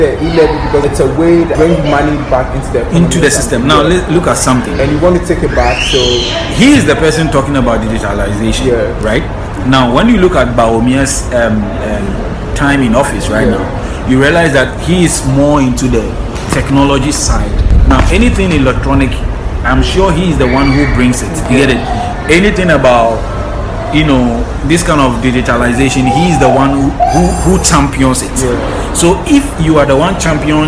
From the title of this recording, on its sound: OUTDOOR RECORDING